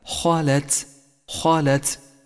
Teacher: قد صفة القلقلة للدال التي لونت بالأزرق الفاتح. خالت الخاء مفخمة واللام والتاء حرفان مرققان